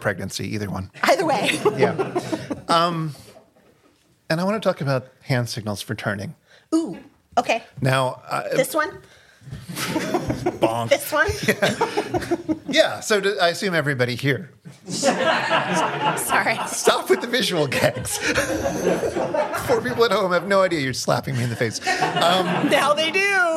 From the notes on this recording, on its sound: Live in Portland, Oregon. Live in Portland, Oregon.